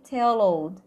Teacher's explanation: O finalzinho aqui em L. Iniciozinho no O, vamos unir till old.